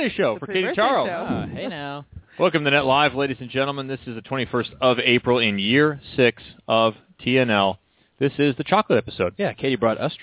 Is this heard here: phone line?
yes